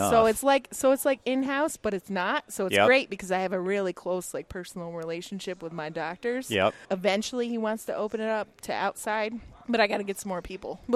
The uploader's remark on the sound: Set up their gear in the Ivoclar Ballroom during LMT Lab Day Chicago 2023 to record all the great people attending that amazing event. Dancing in the Ivoclar Ballroom at Lab Day Chicago. Set up their gear in the Ivoclar Ballroom during LMT Lab Day Chicago 2023 to record all the great people attending that amazing event.